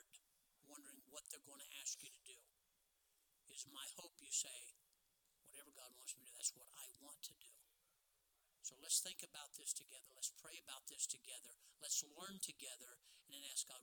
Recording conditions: large echoing room